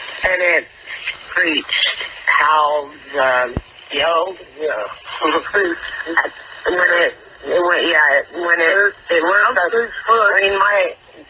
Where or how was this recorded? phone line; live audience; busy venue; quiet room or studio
phone line